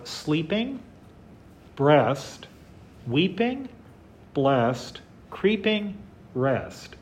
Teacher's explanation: you have an alternation between a two-syllable rhyme, sleeping, weeping, and creeping, and a one-syllable rhyme, breast, blessed, rest